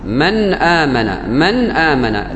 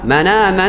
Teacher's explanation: من سكون مع إعطاء صفة البينية، صفة الغنة، ثم تظهر الهمزة · Shown in: first take · Term: إظهار الهمزة